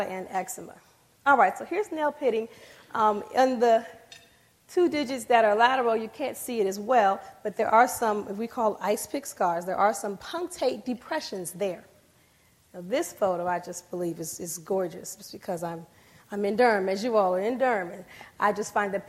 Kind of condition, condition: setting, large echoing room